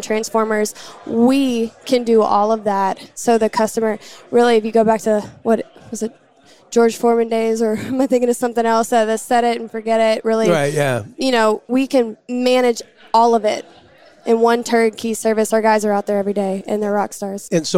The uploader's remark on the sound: Live from the Oilfield Electrification Technology Conference